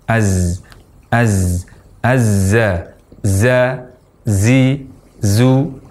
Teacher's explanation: ketika kita mengucapkan huruf zai, kita sertakan padanya sifat safir, yaitu desis.